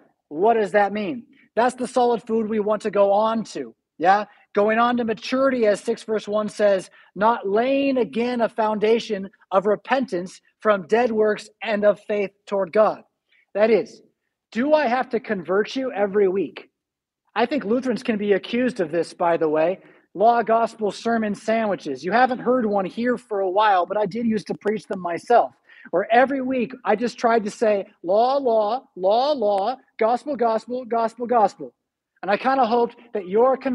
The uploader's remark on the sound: Preached at St Paul Lutheran Church , Rockford, Illinois on January 2, 2022.